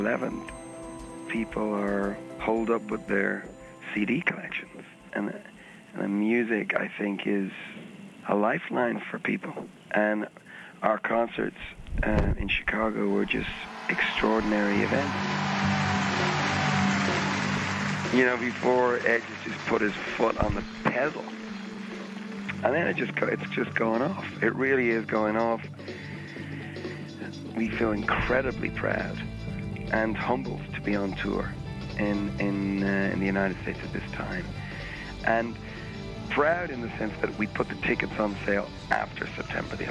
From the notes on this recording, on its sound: By phone // Minidisc recorder.